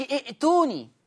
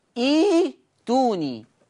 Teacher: تبدل همزة القطع الساكنة ياء · Shown in: second take